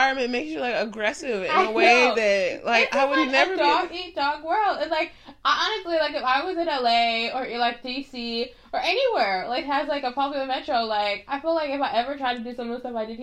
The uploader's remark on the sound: clearly, so does my mic